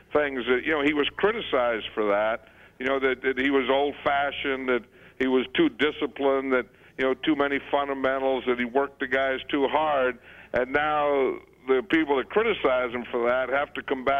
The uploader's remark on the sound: called into … and …’s 10th anniversary show